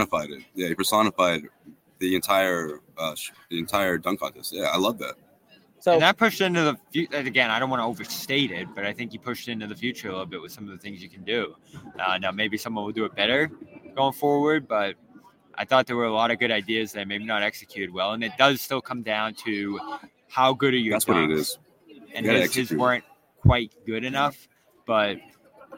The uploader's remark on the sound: The Garden Report goes live from All-Star Weekend!